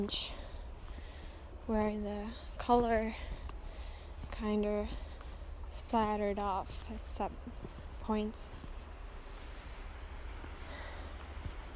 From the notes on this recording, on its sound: I recorded it on my phone, out of an urge. Let's go on a journey to one of many beautiful places, somewhere in Austria.